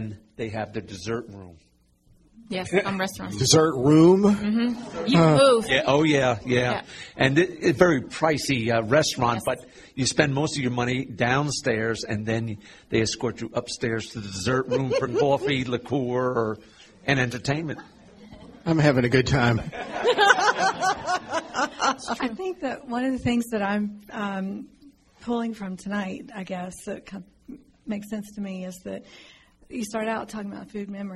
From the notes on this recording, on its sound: A community forum. Panelists and audience members shared experiences and observations.